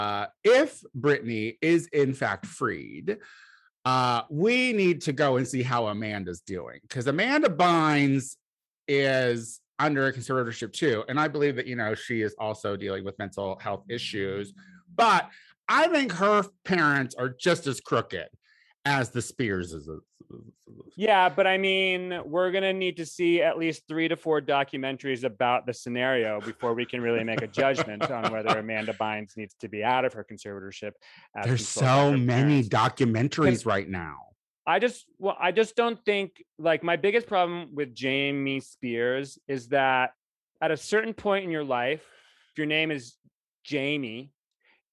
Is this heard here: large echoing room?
no